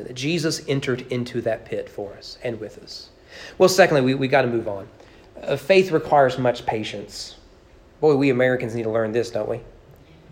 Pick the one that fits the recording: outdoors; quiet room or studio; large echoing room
large echoing room